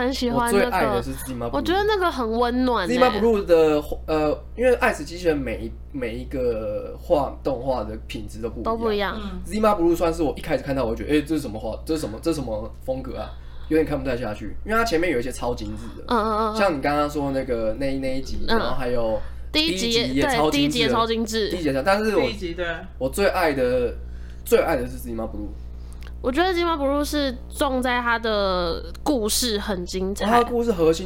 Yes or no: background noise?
yes